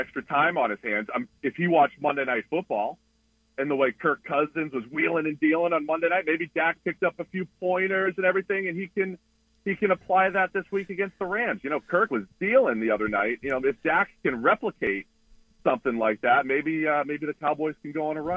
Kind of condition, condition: link, phone line